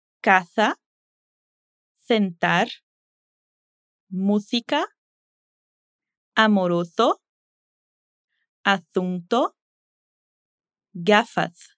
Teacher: Com o ceceo, você faz o som de S com a ponta da língua entre os dentes.